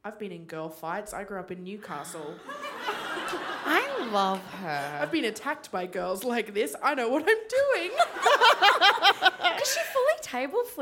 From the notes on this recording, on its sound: Live on stage at The Wheeler Centre, as part of their Spring Fling program!